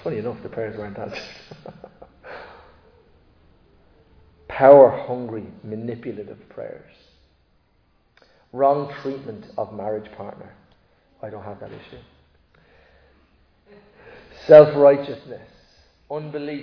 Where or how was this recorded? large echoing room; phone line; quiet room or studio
large echoing room